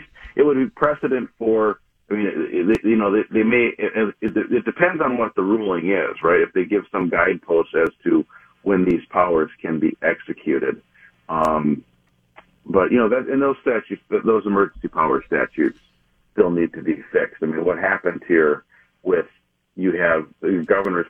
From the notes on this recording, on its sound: I called